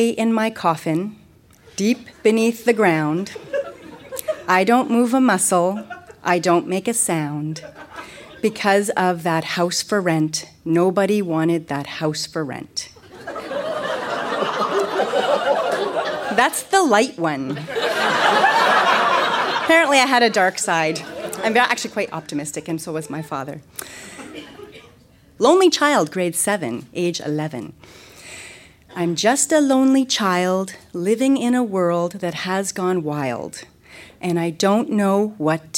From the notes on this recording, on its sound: Recorded live at the Kingston Canadian Film Festival. Kingston, Ontario event.